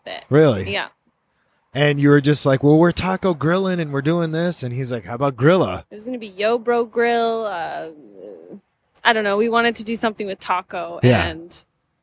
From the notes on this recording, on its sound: right outside the food truck